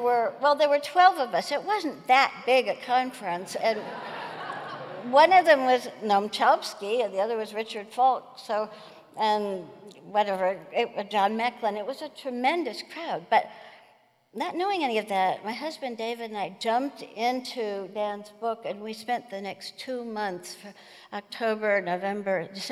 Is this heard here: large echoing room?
yes